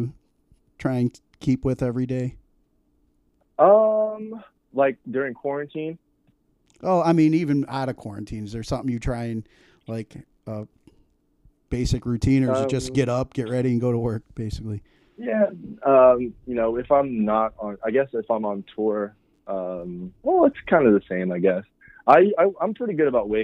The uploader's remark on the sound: Phone interview.